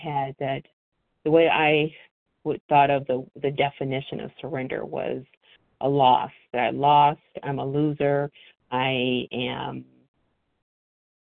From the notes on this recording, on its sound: from the 100 Pounders Phone Meeting